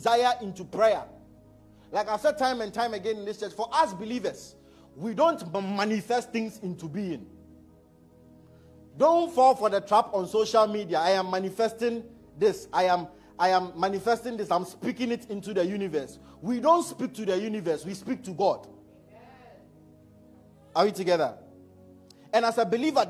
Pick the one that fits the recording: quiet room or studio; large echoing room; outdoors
large echoing room